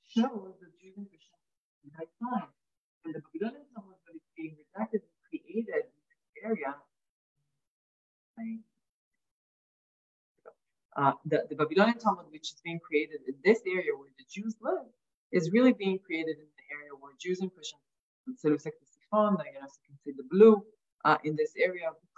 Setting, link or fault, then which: link, video call